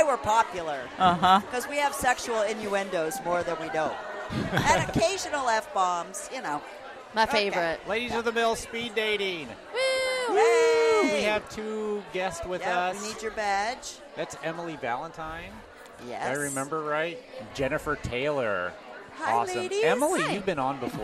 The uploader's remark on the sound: A collection of "Speed Recordings" we got during the "Speed Dating" at the Ladies of the Mill Summit. This week we bring you a collection of "Speed Recordings" we got during the "Speed Dating" at the Ladies of the Mill Summit .